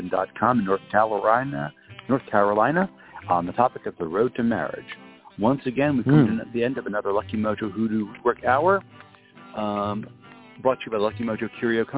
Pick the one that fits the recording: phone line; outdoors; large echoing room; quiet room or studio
phone line